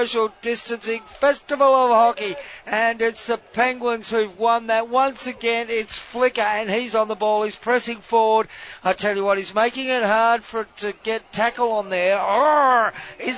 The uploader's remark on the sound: we are live from the only Hockey party in town